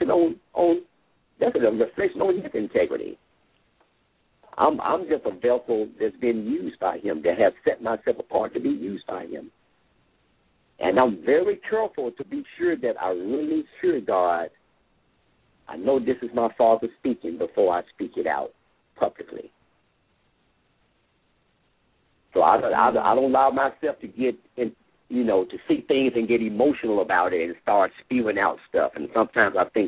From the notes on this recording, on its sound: LML uses a progressive live call in format.